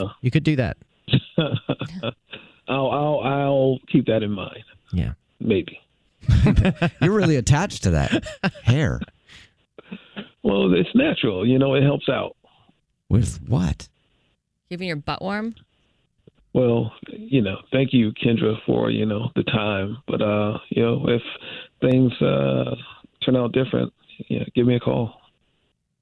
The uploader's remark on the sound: called into The Jubal Show